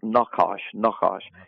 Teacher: there's a little bit of a guttural sound in between there, those syllables